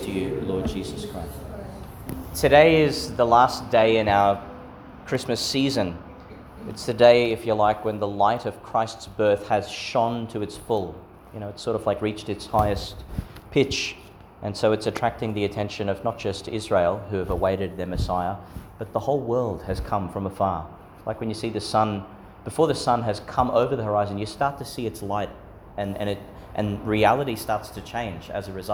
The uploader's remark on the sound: Homily for Epiphany Sunday, Christmastide, delivered at St Peter Chanel Church, Miriam Vale, Qld.